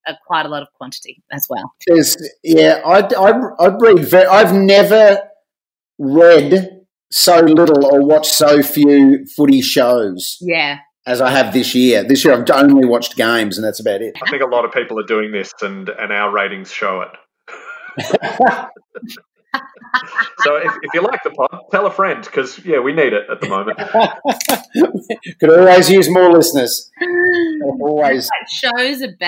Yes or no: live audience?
no